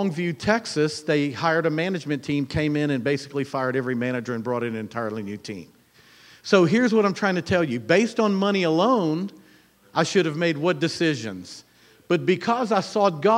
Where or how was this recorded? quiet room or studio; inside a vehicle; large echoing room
large echoing room